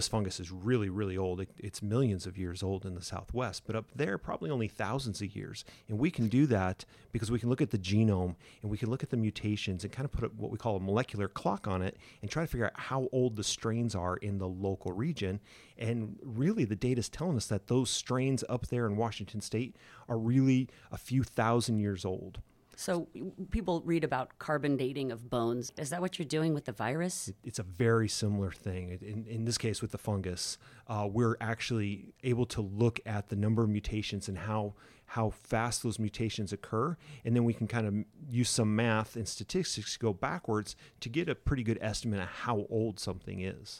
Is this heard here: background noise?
no